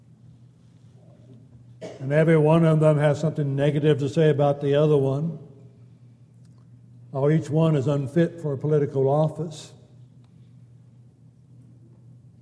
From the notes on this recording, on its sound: Downtown Church Of Christ Audio Sermon